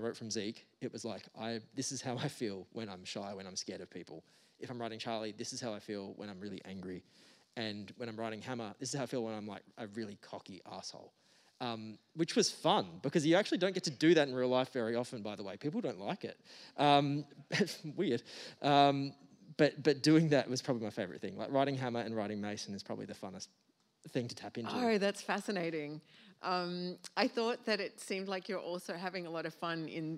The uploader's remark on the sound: The bookseller for this event was Readings . This podcast was recorded on 4 August 2022 at the Wheeler Centre.